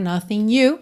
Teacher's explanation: E aqui nothing you juntou no N, já que o G não é pronunciado. Poderia ser nothing you, como se fosse um NH em português, né?